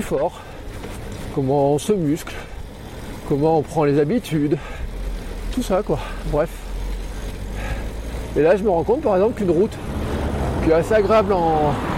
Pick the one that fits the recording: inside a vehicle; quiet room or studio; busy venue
inside a vehicle